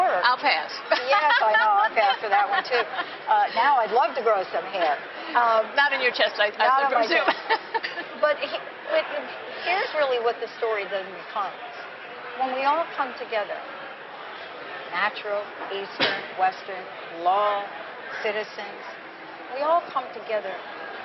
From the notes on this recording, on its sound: Live from the Tick-Borne Disease Alliance Masquerade Ball in New York.